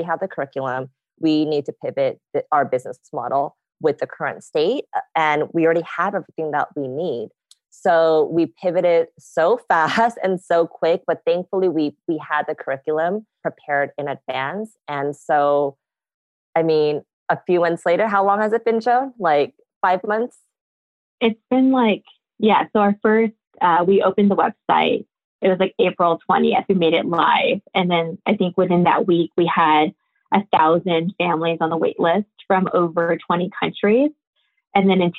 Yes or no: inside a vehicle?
no